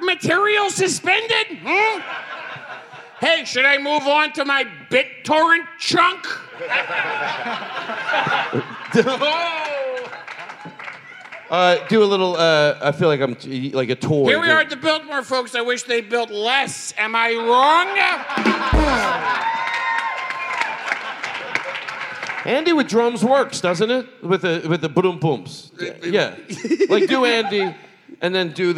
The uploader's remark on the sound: Live from the LA Podcast Festival!